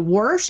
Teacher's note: there was a rounder version of the ah vowel back in the colonial period that gave off an almost R sound